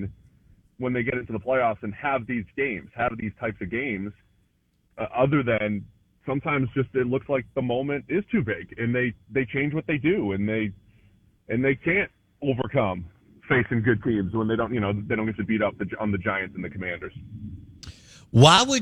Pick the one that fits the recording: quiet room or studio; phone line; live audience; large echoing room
phone line